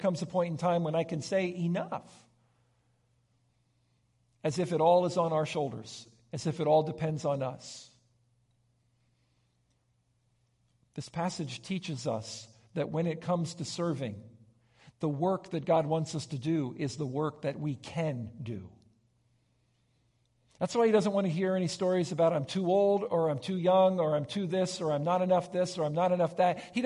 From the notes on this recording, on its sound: Recorded live on Sunday, March 12, 2023